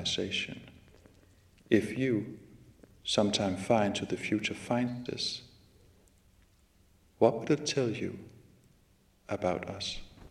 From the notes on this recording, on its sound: In this lecture from The Night of Philosophy in 2019 at 05:00 am on October 06 at the New School for Social Research in New York City